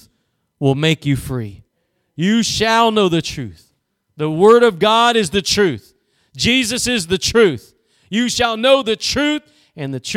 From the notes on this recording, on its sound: Preached at Gospel Lighthouse in Bossier City, La.